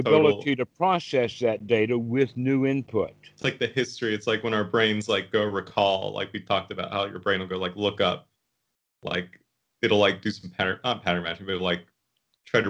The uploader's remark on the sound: the date the call was recorded